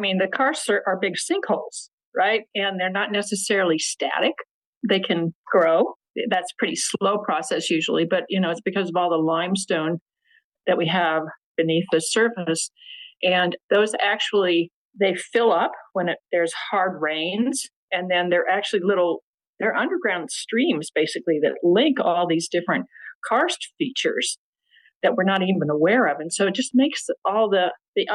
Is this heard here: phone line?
no